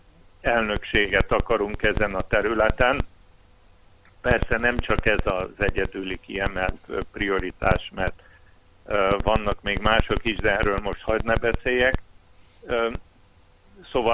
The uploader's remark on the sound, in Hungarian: A hangminőséget a telefonkapcsolat befolyásolta, a téma fontossága miatt mégis közöljük a beszélgetést; újrarögzítésre nem volt lehetőségünk.